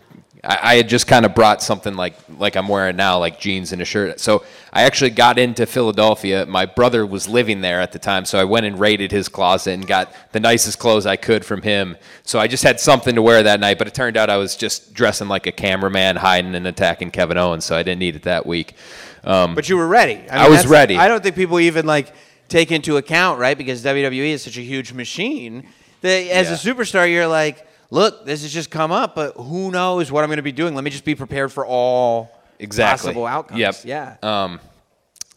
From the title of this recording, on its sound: LIVE in Detroit